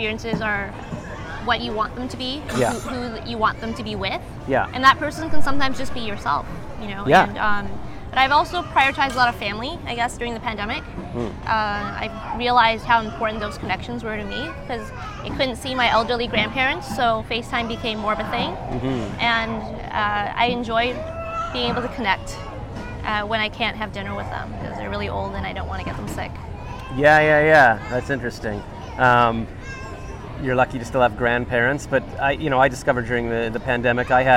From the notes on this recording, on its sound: We were sitting outside in Ottawa's ByWard Market, as we talked, a huge storm started - It was called "May 2022 Canadian derecho" and did a lot of damage.